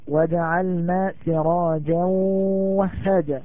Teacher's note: إدغام بغنة مقدار حركتين لأن التنوين جاء بعده واو وها الواو من حروف الإدغام، وأنزلنا من المعصورات أيضا الإخفاء في